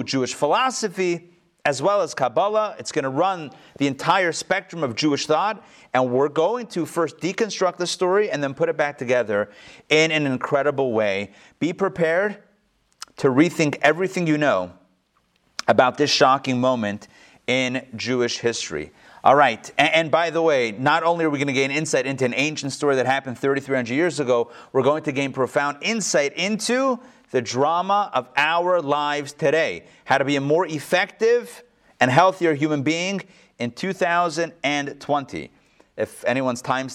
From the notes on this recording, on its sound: Recorded live in Atlanta on November 24, 2020